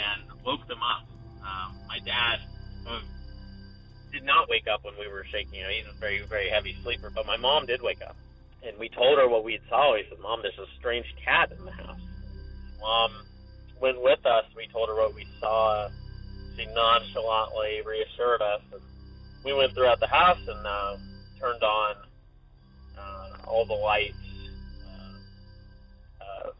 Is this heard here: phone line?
yes